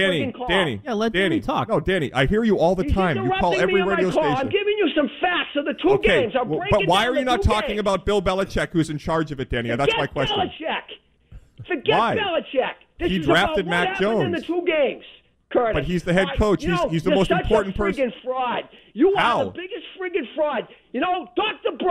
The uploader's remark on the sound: The phone lines remained flooded